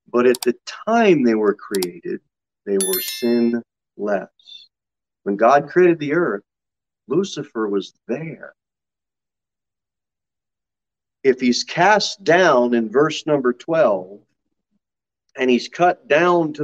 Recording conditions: large echoing room